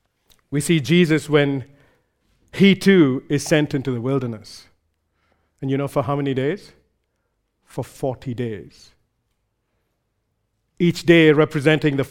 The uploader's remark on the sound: recorded live at Grace Community Bible Church